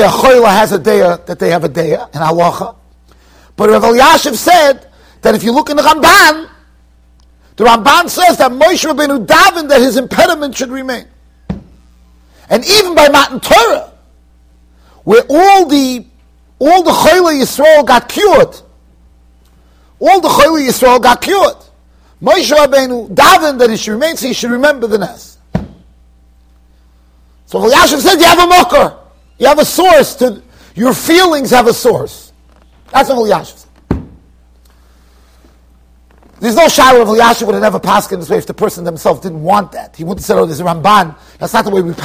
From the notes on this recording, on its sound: Shiur recorded in Yeshivas Ohr Reuven, Monsey NY.